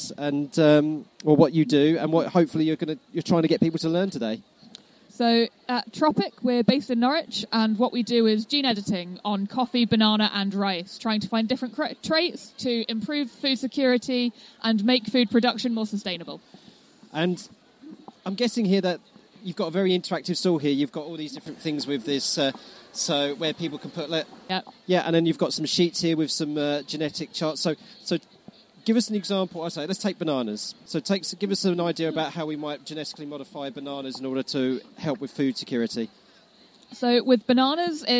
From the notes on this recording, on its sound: A special episode recorded on-location at the Norwich Forum for the Norwich Science Festival.